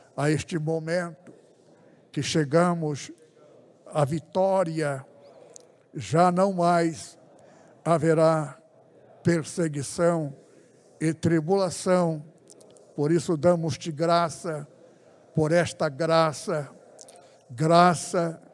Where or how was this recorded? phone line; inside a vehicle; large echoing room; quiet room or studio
large echoing room